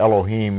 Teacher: the E, the first E is really only a half E. It's only, if you transliterate it, you put a little E above the line, Elohim. · Term: schwa